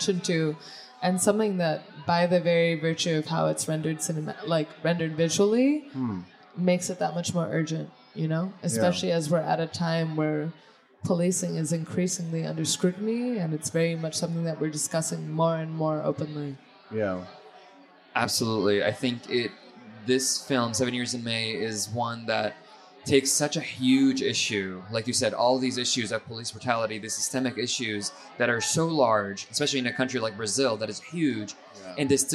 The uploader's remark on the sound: True/False Film Fest 2020. This was recorded before a live audience at Cafe Berlin.